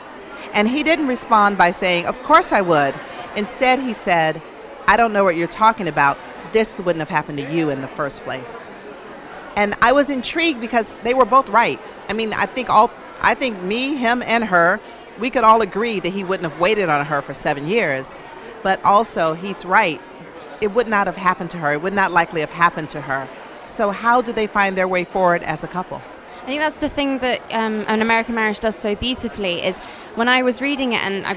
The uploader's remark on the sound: Emirates Airline Festival of Literature. Live at the Emirates Festival of Literature 2020.